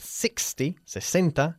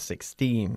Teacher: We, of course, emphasize the first syllable with 60, 60, and the second syllable with 16 normally